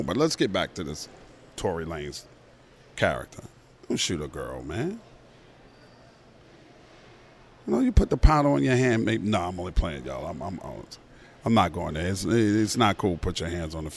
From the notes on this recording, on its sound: Live from LAX. Records from LAX as he's flying back to Atlanta from LA.